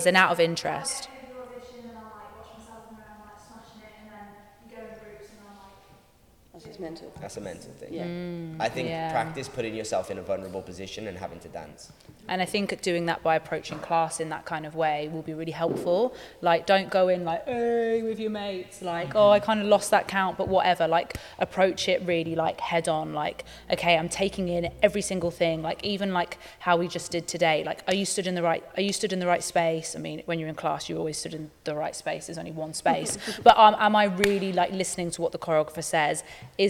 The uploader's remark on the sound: At The Ins And Outs easter intensive we had a Q&A